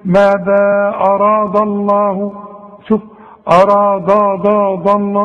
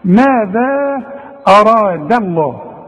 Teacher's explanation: رقق لي الدال وفخم لي الراء وفخم لي اللام بتاعت لفظ الجلاله · Shown in: second take